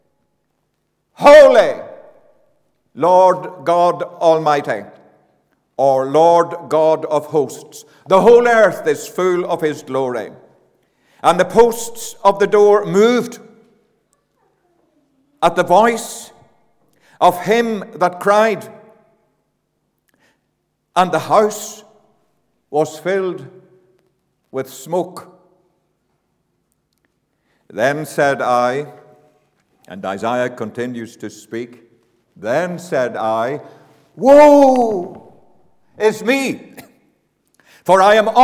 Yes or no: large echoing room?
yes